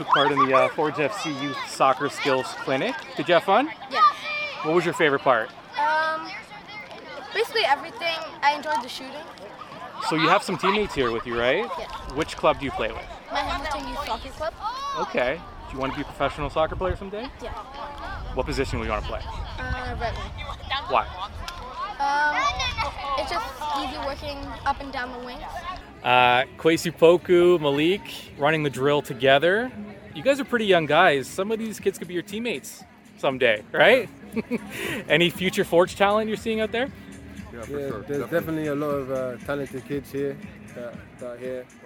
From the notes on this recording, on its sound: Goes on location at the Forge FC Youth Soccer Skills Clinic at Tim Hortons Field in Hamilton.